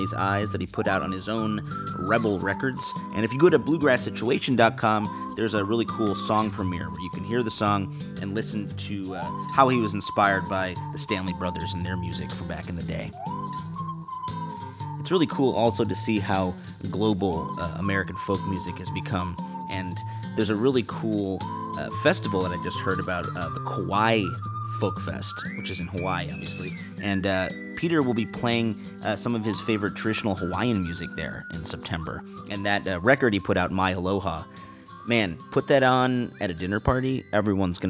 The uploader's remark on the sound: Set up outside in the sun. To perform a sweet Tejano tune under the trees.